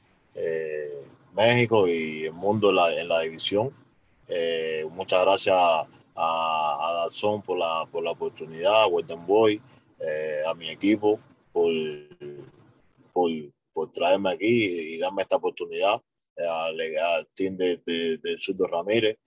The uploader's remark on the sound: MEDIA CONFERENCE CALL.